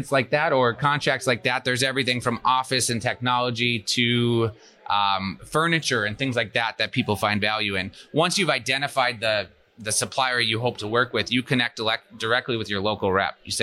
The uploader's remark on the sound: Live at FDIC